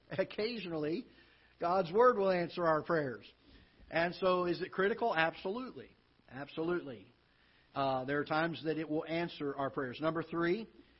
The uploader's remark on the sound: Ketha Heights Baptist Church ~ Live Broadcast